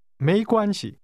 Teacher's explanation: The tones are rising, 没, high level, 关, and neutral.